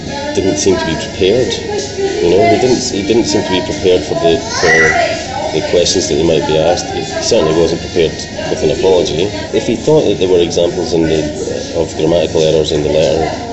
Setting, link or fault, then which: setting, busy venue